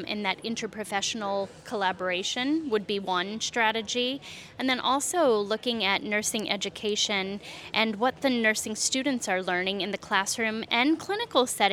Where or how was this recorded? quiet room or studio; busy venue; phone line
busy venue